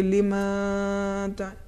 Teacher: میم پر زبر ہے الف نہیں ہے، تو لہٰذا ہمیں اسے زیادہ نہیں کھینچنا چاہیے